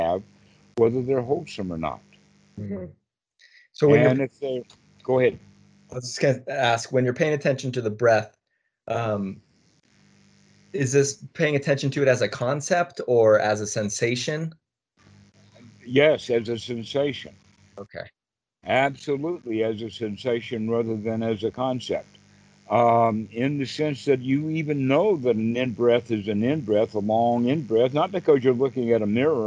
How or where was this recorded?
video call